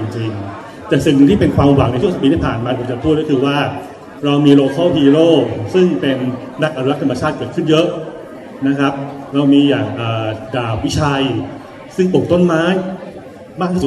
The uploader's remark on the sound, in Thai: เสียงอัดงานเสวนา ประเทศไทยกับ Climate Change.